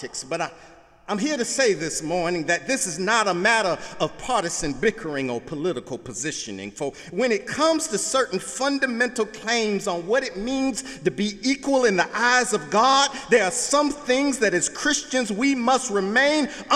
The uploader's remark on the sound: Sunday sermon August 27, 2017 in the Memorial Church of Harvard University